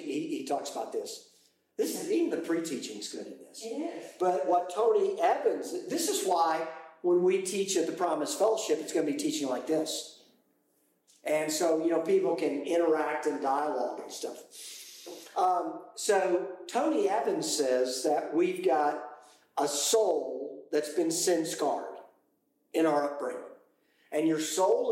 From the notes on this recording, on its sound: Apologies for the poor audio quality due to a technical issue.